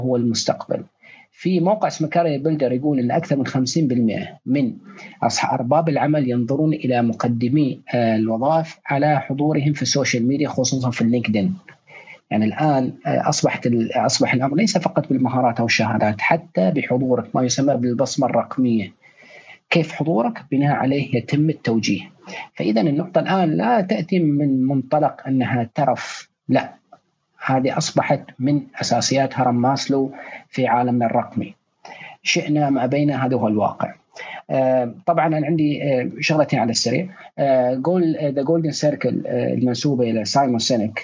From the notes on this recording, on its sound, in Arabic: تسجيل لمساحة ابن رشد الأسبوعية على منصة تويتر.